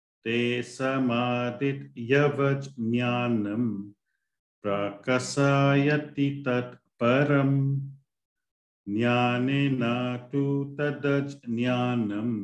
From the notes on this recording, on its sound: A live recording of a Bhagavad Gita class given virtually on the 11th of June 2023.